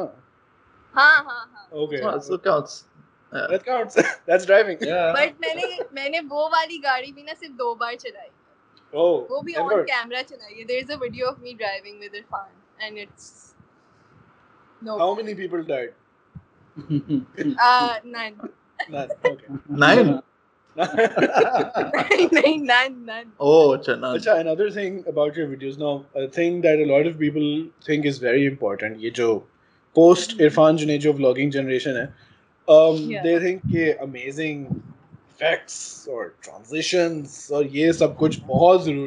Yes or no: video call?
yes